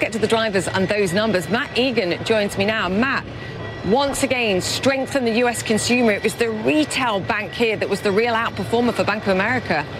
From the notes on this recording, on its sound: Live from the New York Stock Exchange.